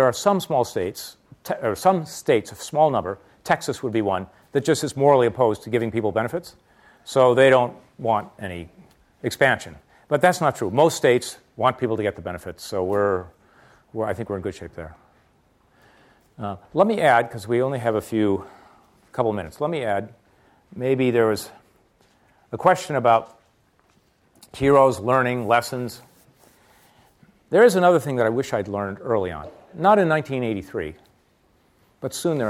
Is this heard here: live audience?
yes